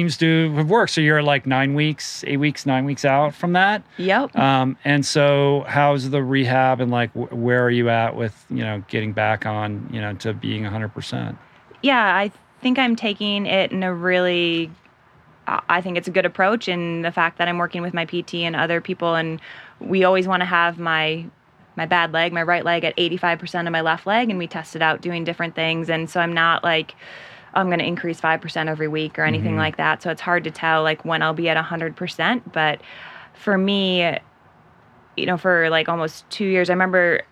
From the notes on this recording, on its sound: A great conversation and audience Q&A conducted outdoors with my fellow Jaybird retreat attendees.